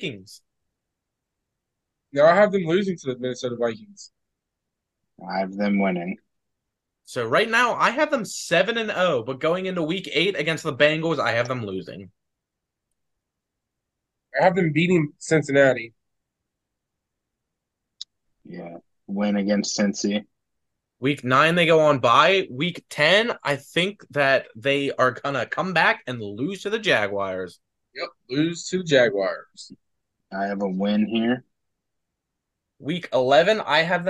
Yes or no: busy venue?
no